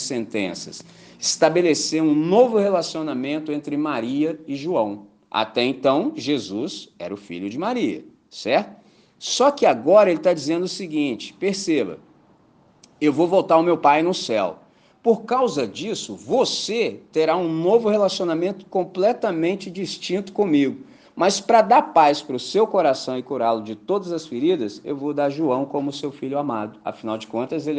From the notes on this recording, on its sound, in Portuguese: Gravado em 14 de Maio de 2023 na celebração dominical em Candelaria, Volta Redonda, RJ.